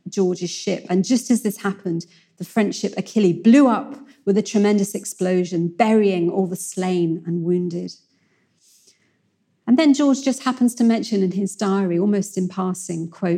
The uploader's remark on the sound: In a lecture she delivered at our 2019 Chester History Weekend